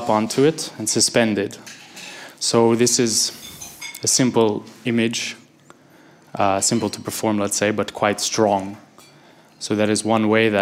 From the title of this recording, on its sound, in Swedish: liveinspelning i Brasseriet